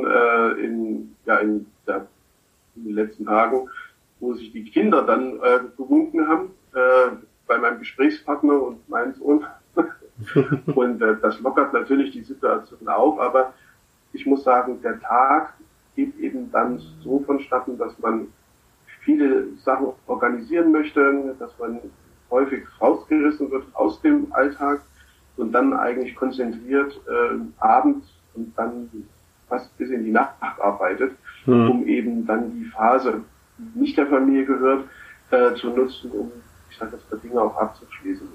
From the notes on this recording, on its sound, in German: Eine zoom-Konferenz. Home-Office Edition.